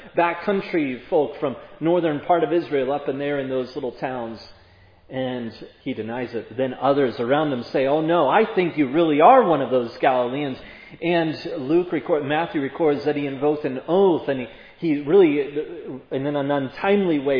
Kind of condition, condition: setting, large echoing room